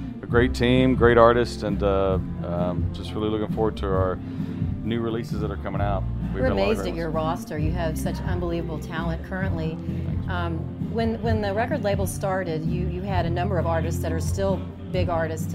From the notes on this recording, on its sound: during the label's 20th-anniversary party at AmericanaFest 2018